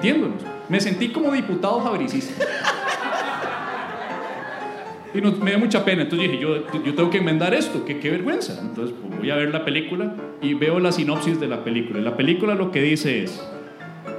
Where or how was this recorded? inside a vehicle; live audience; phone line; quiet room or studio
live audience